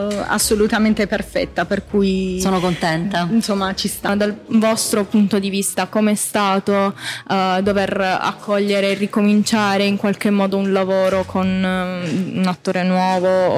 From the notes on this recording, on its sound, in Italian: Primo episodio speciale di prefestival in diretta dal Foyer del Teatro Kismet di Bari.